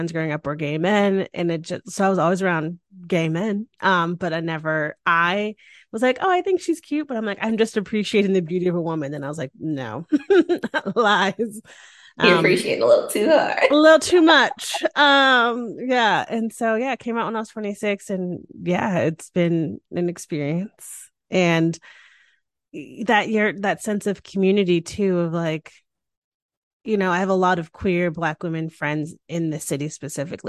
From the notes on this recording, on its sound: This podcast was recorded via Zoom.